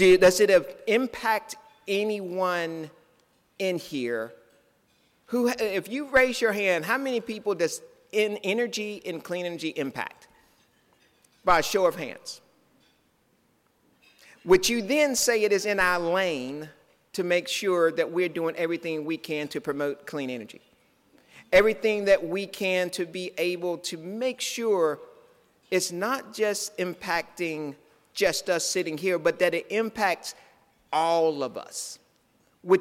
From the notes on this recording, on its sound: speech from NCSEA’s recent Making Energy Work conference which took place November 2-3 in Raleigh.